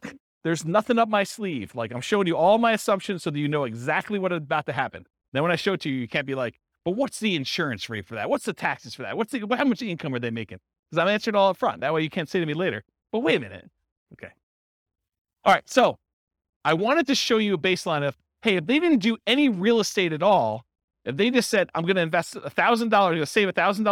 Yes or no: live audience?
yes